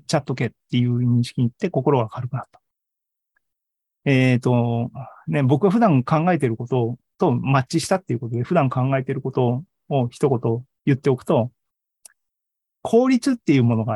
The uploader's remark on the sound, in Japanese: ２０２３年３月２９日に開催した ZOOMライブの模様です